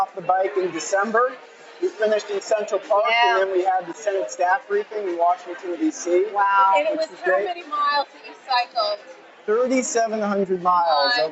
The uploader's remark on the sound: live interviews from the Masquerade Ball in New York